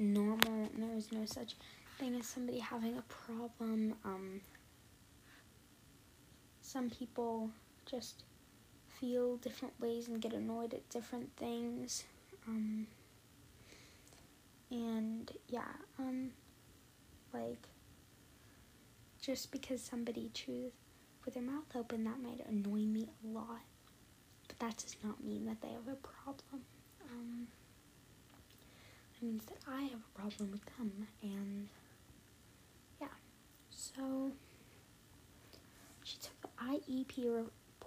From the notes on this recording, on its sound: the audio was SO BAD I’m so sorry!